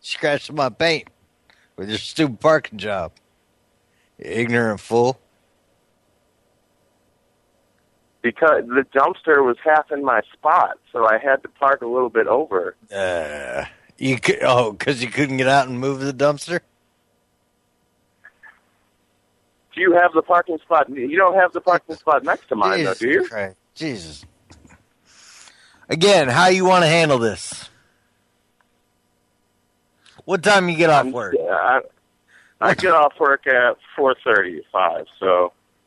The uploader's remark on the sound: Prank Phone Calls